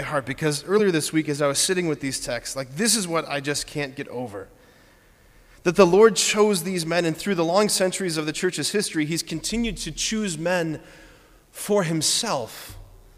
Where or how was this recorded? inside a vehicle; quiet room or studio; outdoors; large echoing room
large echoing room